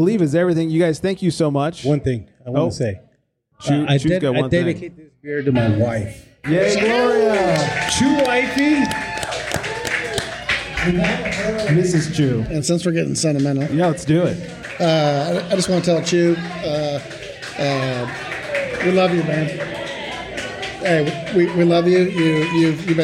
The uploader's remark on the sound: Flantastico Release Party at 818 Brewing. We held a live podcast.